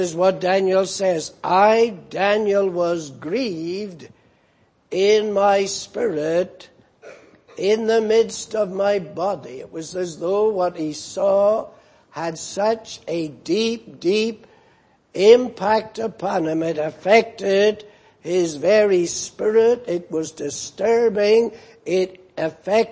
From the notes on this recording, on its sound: Preached in Grafton. At the Lord's Day Morning service on 28th April, 2019.